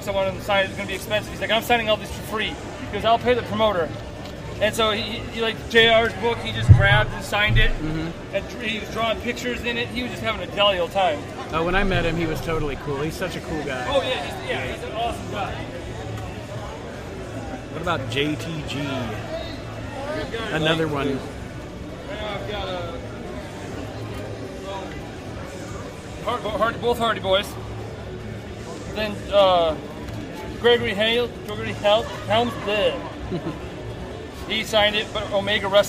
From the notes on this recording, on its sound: This week, we are on location at the Heroes and Legends Wrestling convention in Fort Wayne, Indiana.